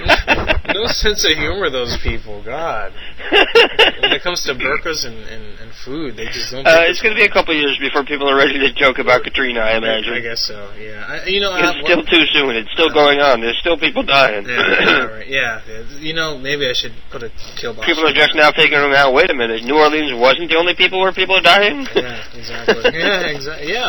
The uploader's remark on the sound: "Madhouse 090805b" from archive.org was assembled into the "RBCP's Personal Prank Phone Calls Collection" podcast by Fourble.